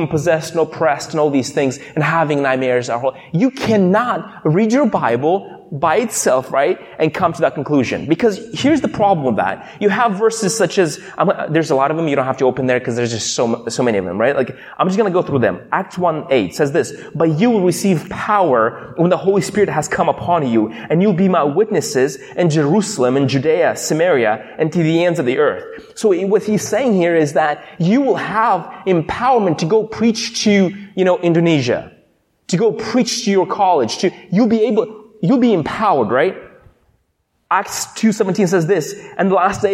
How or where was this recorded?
large echoing room